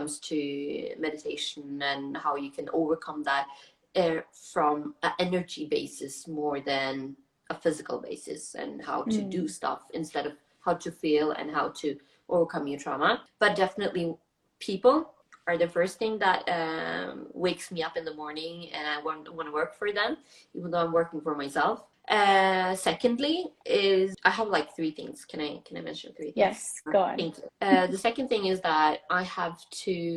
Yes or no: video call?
yes